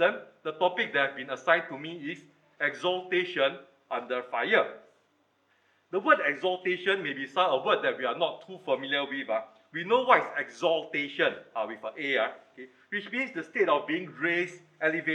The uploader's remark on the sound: Recorded Live